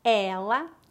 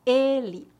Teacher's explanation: a diferença entre o E aberto, como em ela, e o E fechado, como em ele